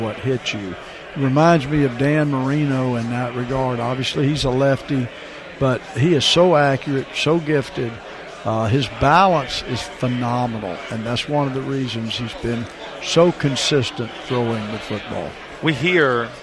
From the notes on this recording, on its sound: Day 2 of ACC Kickoff live from Charlotte.